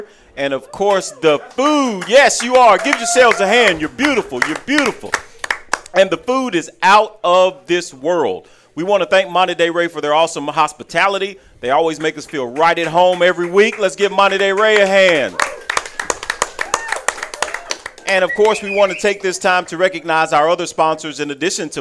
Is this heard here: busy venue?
yes